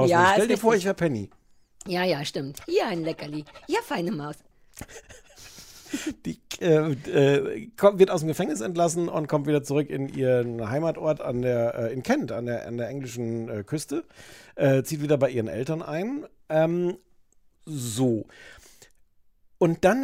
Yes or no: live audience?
no